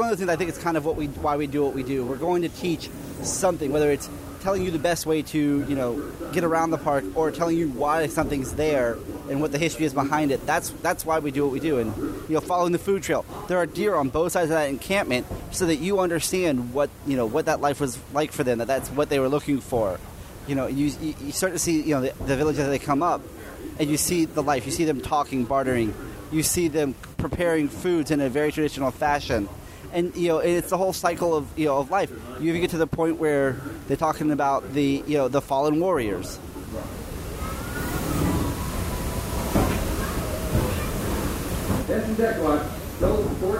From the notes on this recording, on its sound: Recorded Live from Walt Disney World. Recorded LIVE inside the Magic Kingdom.